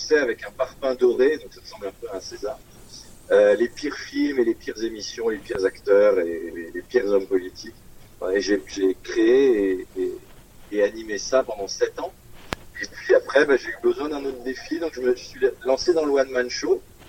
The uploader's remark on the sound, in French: Interview téléphonique